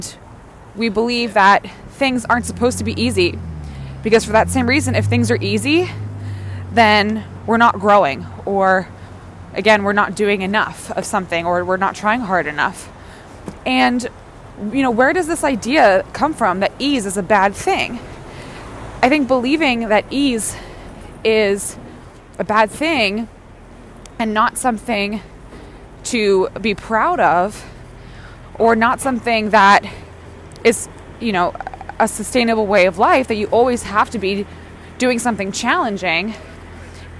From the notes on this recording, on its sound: Join me on a Wellness Walk-n-Talk for today’s show! Recorded outside, on a walk, you’ll be getting a full sensory experience of being on a stroll with me in NYC— birds, breeze, sirens and construction noise and all.